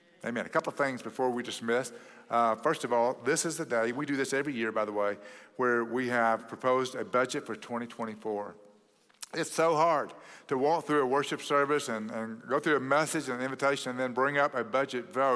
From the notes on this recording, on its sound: At Cross City Church in Euless, TX on December 17, 2023.